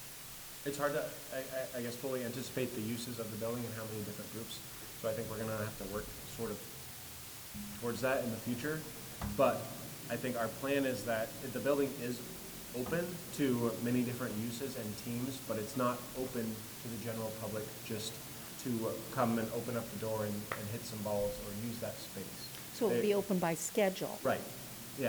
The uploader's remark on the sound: Live recording of Seaside City Council meeting